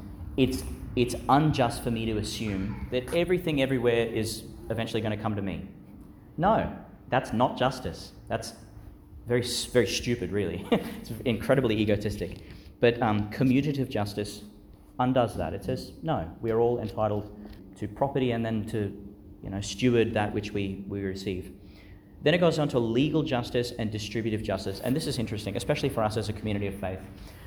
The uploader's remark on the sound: delivered (in the evening) in Our Lady Star of the Sea Church, Gladstone, Qld.